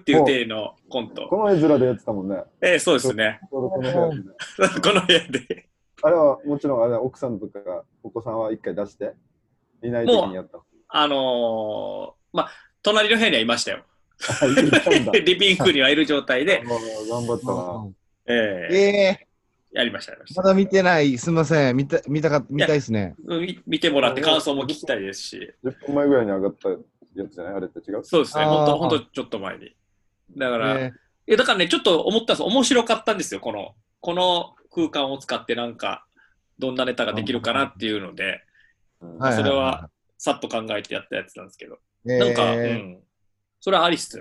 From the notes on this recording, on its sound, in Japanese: なかなか3人で集まれない中、このご時世らしくZOOMでステイホームしながら風を吹かせてみました。